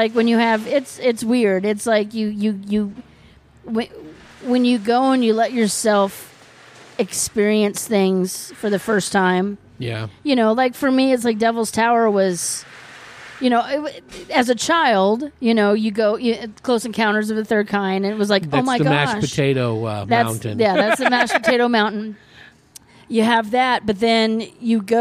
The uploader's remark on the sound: Recorded at Marks Beer Garden in Prescott. Recorded at Marks Beer Garden in Prescott.